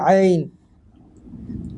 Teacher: عین اگر حس کنی از انتهای دهان، از همون حلق میاد، از همون زبان کوچک و حلق میاد